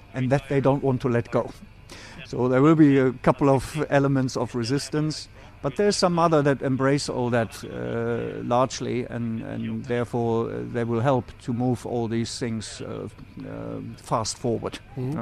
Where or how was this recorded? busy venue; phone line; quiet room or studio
busy venue